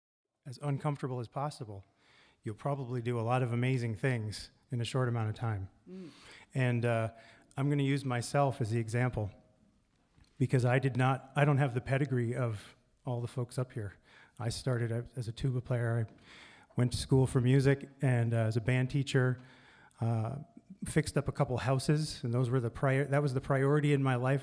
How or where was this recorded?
live audience